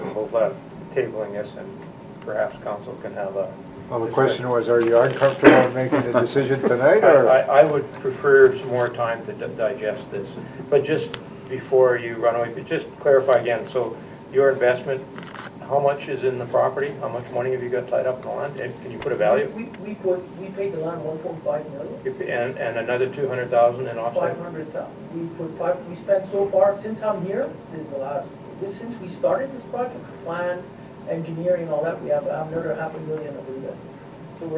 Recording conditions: large echoing room